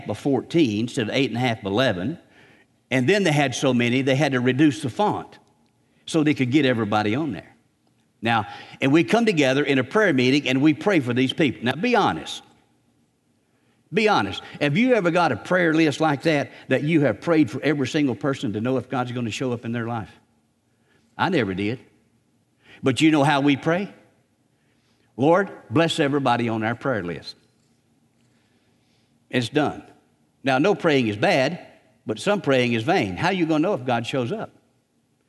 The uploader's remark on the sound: Recorded on May 5, 2019 at Graceland Baptist Church in New Albany, Indiana.